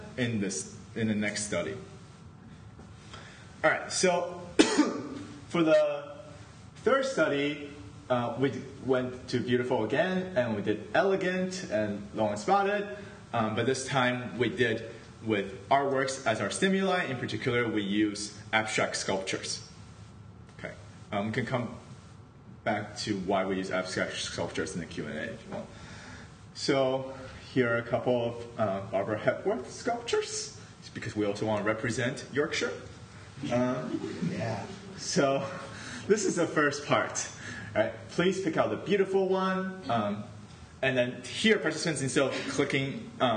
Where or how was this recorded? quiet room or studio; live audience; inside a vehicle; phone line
live audience